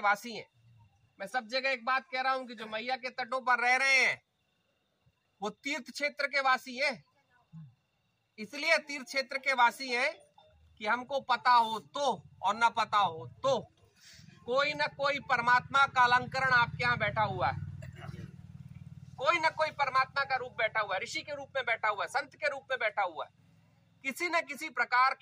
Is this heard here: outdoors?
yes